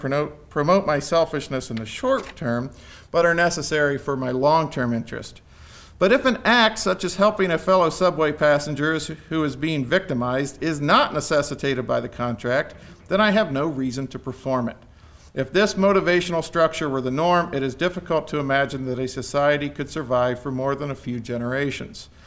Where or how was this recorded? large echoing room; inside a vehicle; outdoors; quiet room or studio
large echoing room